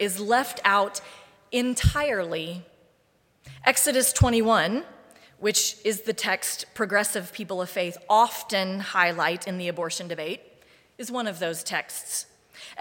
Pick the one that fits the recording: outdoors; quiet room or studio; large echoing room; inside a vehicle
large echoing room